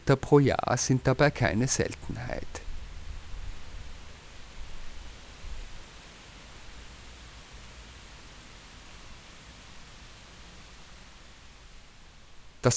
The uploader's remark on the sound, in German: Die Aufnahmen zu dieser Sendung entstanden in Novi Sad, in der Fruška Gora, im Kuglhof in Salzburg, zwischen Donauinsel und Donau-Ufer-Autobahn und in einer Wohnung in Ottakring.